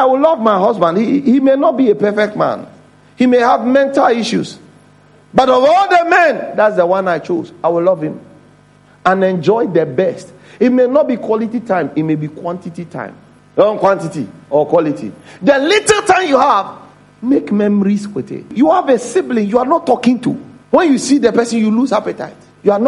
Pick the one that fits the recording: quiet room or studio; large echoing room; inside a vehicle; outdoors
large echoing room